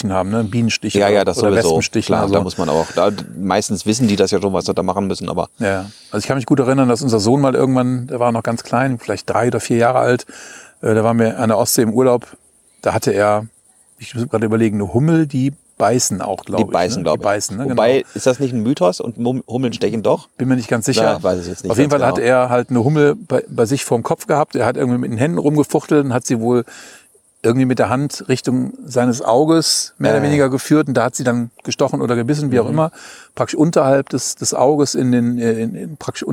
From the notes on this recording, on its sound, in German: Wir haben uns in Bad Kötzting am Weißen Regen getroffen. Der Ton hört sich auch etwas anders an, wir haben uns nämlich direkt an den Fluss gesetzt und mit unserem mobilen Equipment aufgenommen - hört ihr die Grillen im Hintergrund?